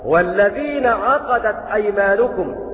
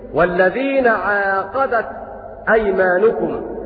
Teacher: ومعنى هذا أن الكوفيين قرأوا والذين عقدت أيمانكم بالقصر، يعني بعدم المد مطلقا. وقرأ باقي القراء بالمد الطبيعي والذين عاقدت أيمانكم.